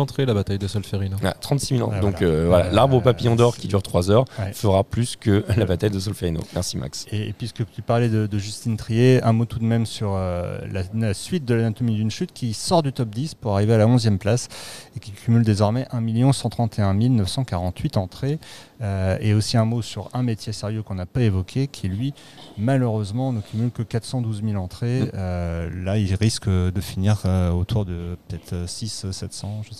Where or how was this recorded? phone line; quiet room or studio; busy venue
busy venue